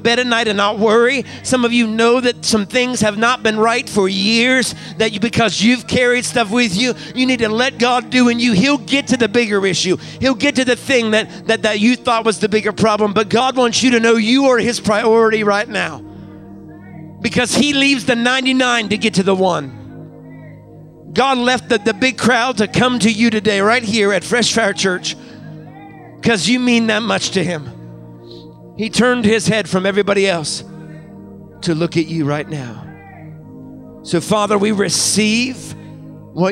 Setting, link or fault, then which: setting, large echoing room